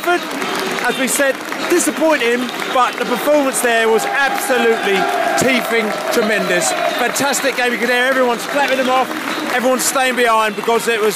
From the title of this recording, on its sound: post-match podcast from the pub